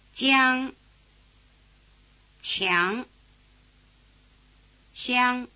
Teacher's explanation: all 3 palatal consonants here come before the semivowel spelled I. In other words, their tongue position anticipates the tongue position of the semivowel.